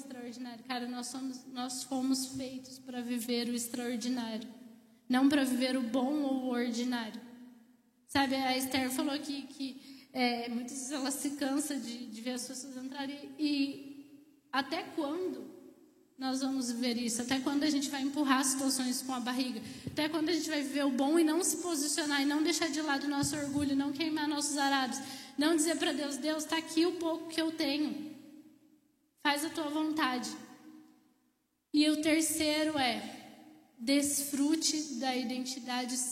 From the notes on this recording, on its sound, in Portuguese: Ministrada ao vivo na Primeira Igreja Evangélica Missionária